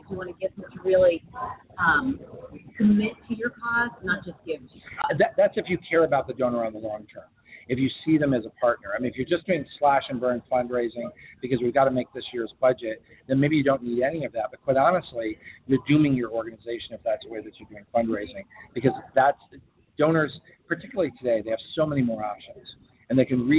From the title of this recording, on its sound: LIVE from BBCON 2015 - The Blackbaud Conference